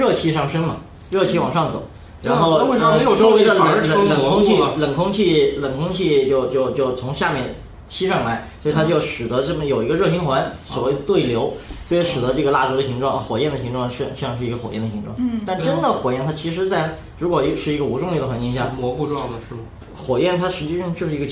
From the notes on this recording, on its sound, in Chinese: 本期节目为在张大妈办公区用录音笔录制，可能有街道上的杂音，请见谅。